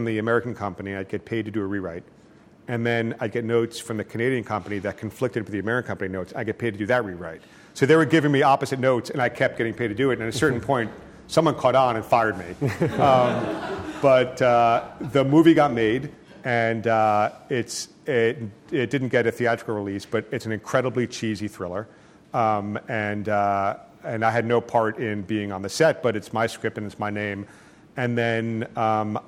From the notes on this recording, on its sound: In front of a packed crowd in New Haven.